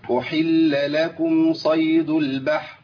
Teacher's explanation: انت عارفين الخطا من ايه؟ ان انا اسقطت الراء.